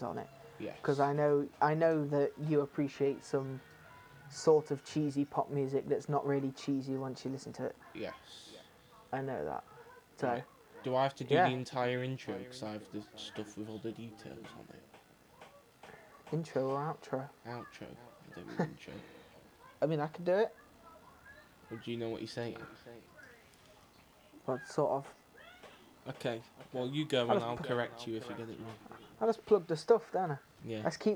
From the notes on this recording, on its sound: There are issues with delay in some of the mics, Also ignore cartoon network in the background.